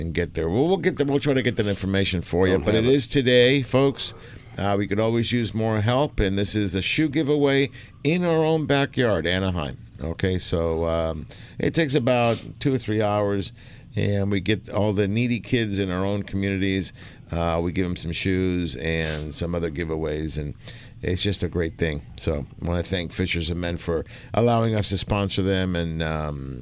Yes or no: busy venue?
yes